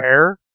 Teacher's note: It's retroflex R. That's Mandarin influence.